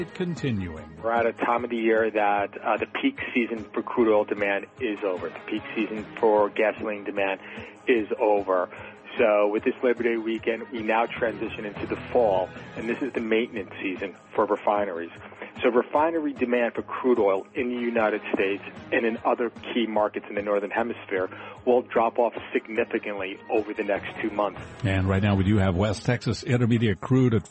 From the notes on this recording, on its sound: Live from the 2016 US Open.